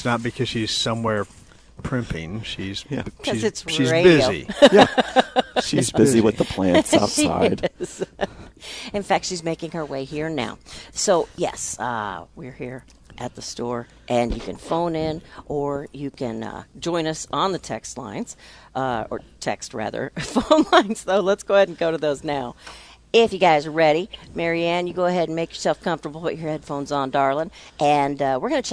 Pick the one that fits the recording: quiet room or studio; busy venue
busy venue